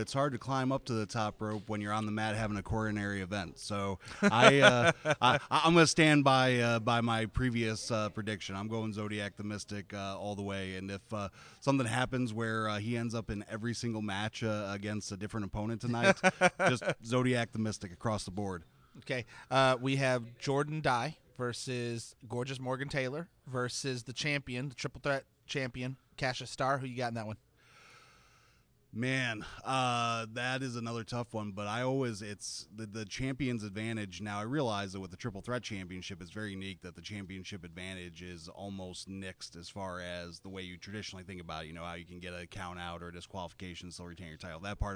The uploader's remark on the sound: WrestleARTS 11 Preshow Extravaganza at Sahara Grotto. Special pre-show episode recorded at the iconic Sahara Grotto.